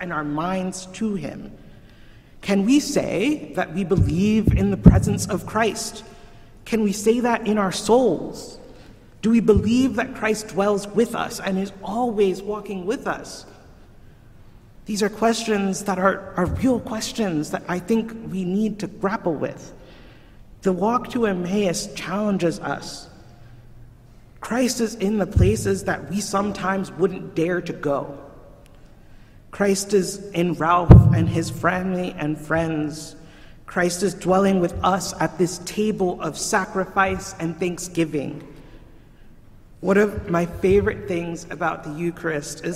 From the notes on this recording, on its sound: Recorded at Trinity Church, Princeton, NJ